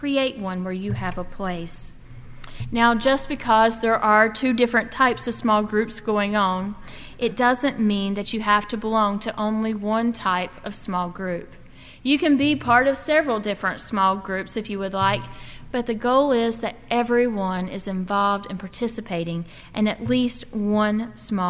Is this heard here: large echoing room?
yes